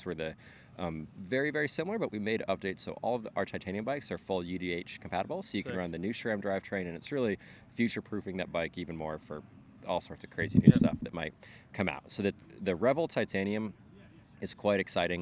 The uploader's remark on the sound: Today we’re taking the OOC outside at Seaotter for our sitdown